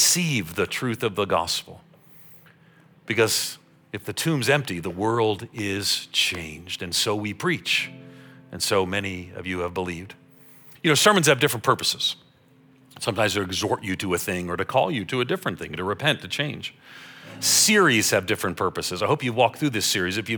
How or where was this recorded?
large echoing room